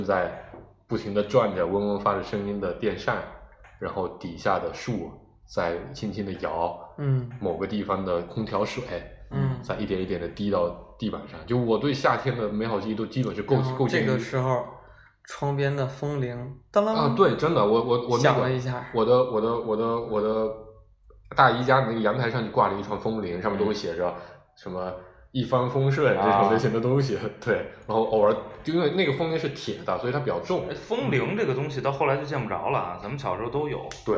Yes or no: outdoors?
no